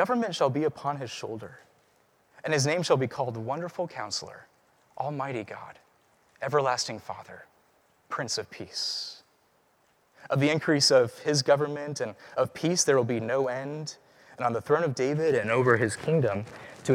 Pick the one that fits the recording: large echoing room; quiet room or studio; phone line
large echoing room